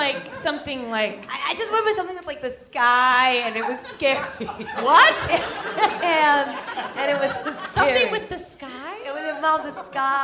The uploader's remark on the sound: LIVE AT Largo in Los Angeles